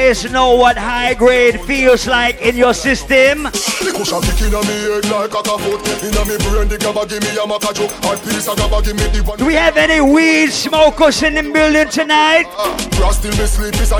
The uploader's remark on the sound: LIVE AT FETE FRIDAYS ON FEBRUARY 3RD